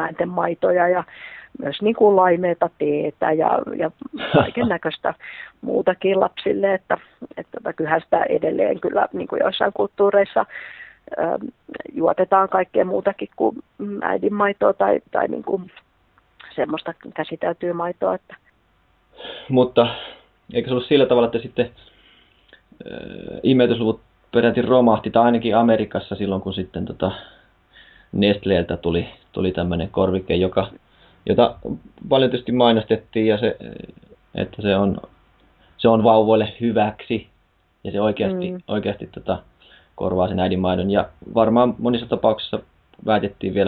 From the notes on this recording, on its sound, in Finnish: Haastattelu tehtiin puhelinhaastatteluna ja äänenlaadussa on toivomisen varaa.